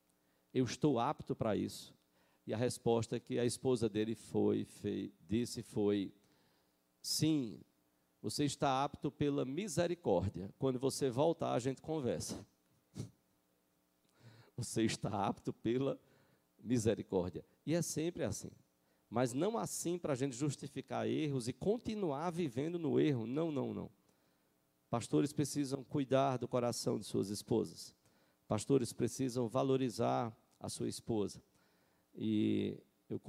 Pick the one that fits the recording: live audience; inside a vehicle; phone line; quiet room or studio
live audience